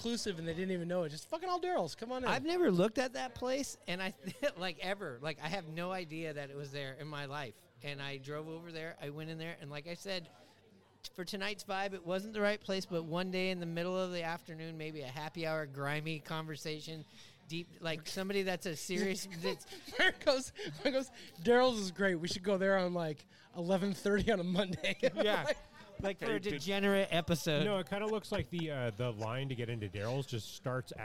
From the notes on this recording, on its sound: live at Vault 177 Bar and Grill